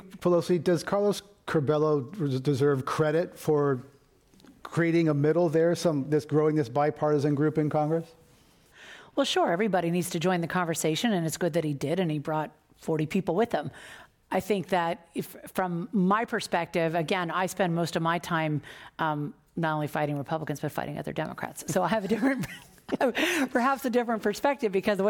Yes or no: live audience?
yes